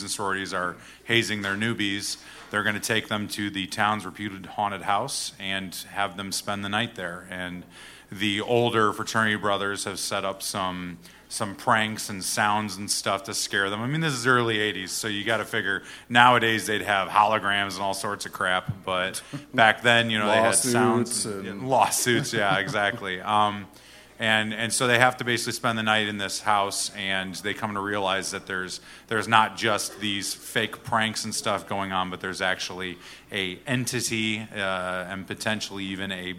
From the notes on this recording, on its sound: Tales Of Terror Live! Sat down in front of a packed crowd.